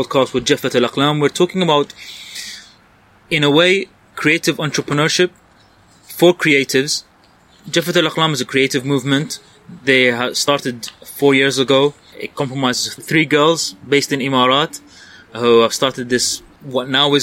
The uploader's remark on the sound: outside a cafe in Abu Dhabi, UAE, after the Diplomantiq workshop